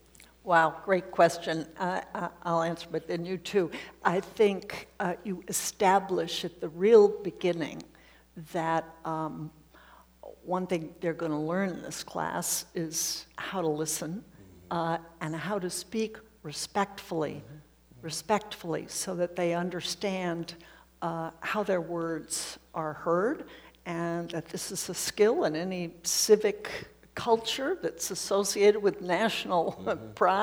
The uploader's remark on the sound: on February 12 at Seattle University’s Pigott Auditorium, as part of Town Hall Seattle’s Civics series